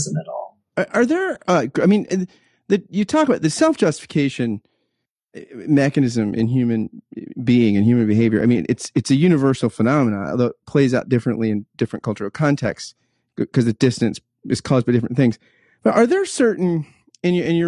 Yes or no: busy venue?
no